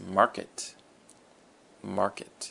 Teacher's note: And the emphasis is on the mar